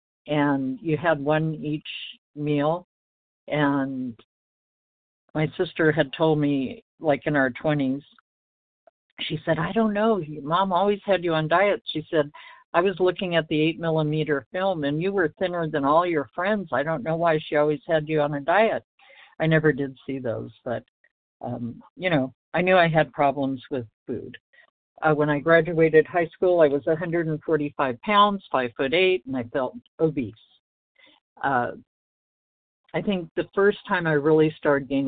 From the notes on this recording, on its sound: 100 Pounders Phone Meeting.